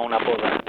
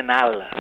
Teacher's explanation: sempre que tenim una D una d'entre dos vocals i la D desapareix · Shown in: second take · Term: caiguda de la D intervocàlica